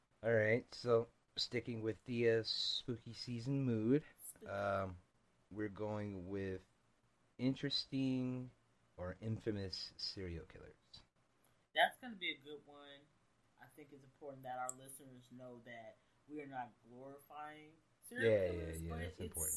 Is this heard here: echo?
yes